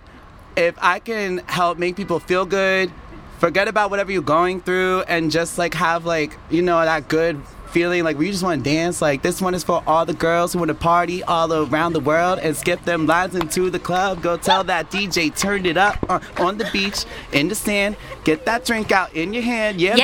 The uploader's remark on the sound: On Friday night we teamed up with our sponsor Park Potomac and did a live podcast in their courtyard!